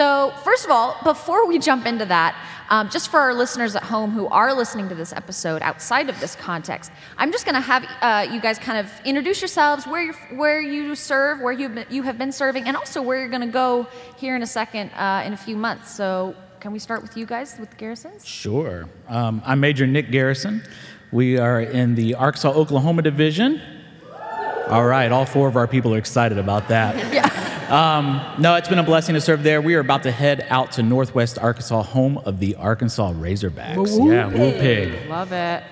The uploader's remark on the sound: This episode was recorded live at the Equip Youth Workers Conference in Atlanta, GA.